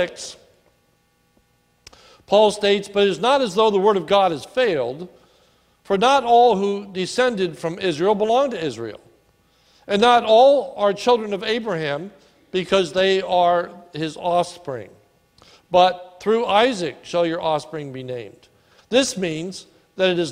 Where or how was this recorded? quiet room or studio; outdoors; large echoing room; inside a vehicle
large echoing room